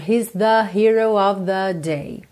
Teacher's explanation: o … canta esse the, mais puxado para um ozinho